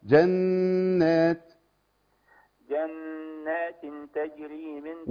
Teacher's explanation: عندك النون عليها شدة، عندنا غن فيها